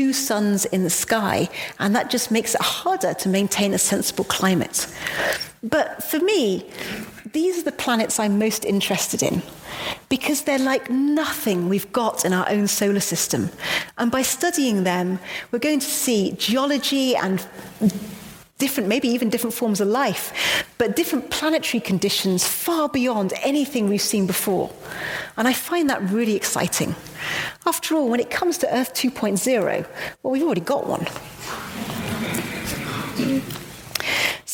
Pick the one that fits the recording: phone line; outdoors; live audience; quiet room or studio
live audience